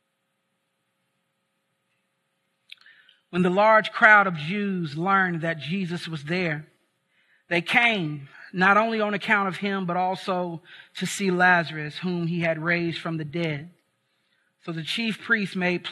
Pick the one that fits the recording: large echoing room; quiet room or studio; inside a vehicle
large echoing room